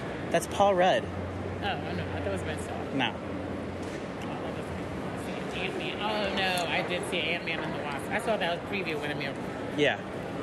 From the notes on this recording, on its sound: The duo set out for the streets of Upper West Side to record their thoughts before and after the film.